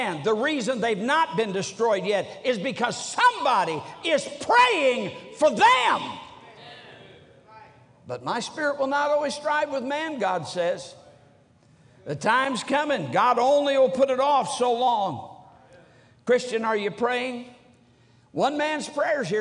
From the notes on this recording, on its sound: During the Tuesday Evening service of the 47th Annual Stewardship and Missions Conference on October 17, 2023, at North Valley Baptist Church in Santa Clara, California.